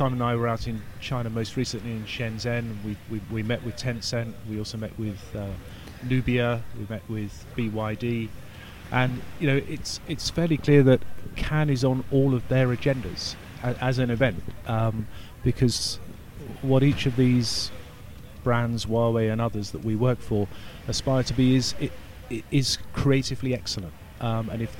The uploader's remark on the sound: The second of our series of shows being produced at Cannes Lions International Festival of Creativity 2017